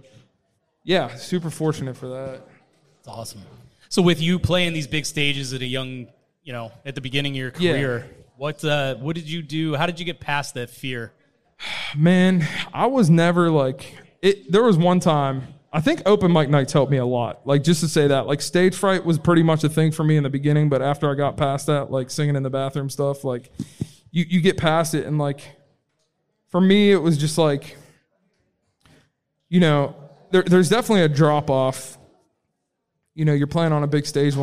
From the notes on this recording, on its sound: Live from the Love Local Courtyard Concert Series. We've got a new micro-cast from the Love Local Courtyard Concert Series!